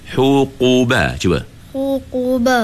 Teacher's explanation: masa kita sebut qu tu, pangkal lidah kita turut naik · Term: huruf qaf